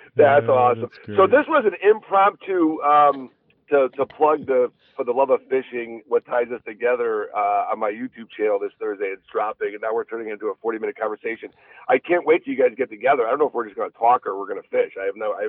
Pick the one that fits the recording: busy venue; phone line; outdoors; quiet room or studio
phone line